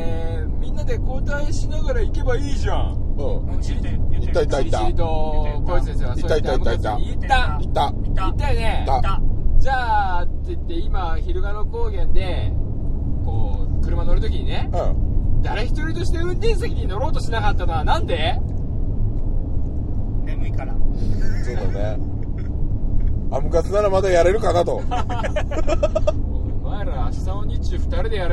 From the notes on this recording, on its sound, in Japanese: GO!金沢24時間耐久ロケ 編。収録はすべて「チリチリモービル内」しかも「走行中のみ」となっております…。